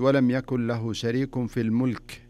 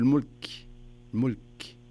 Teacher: إذا وقفت على الكاف كأنك يعني تسمع همس، همس فيها · Shown in: second take · يعني اللي يسموها همس، تسمعها القريب دون البعيد، بس في السماعات والميكروفونات تصير قوية.